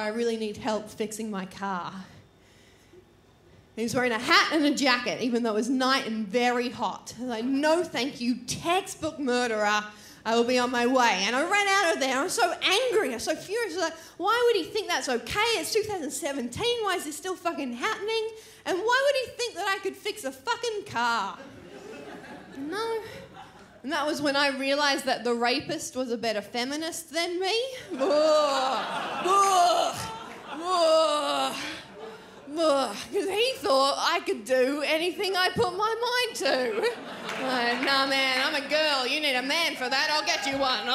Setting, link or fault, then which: setting, live audience